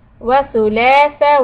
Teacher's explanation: stretch the lamb thula and then tha is short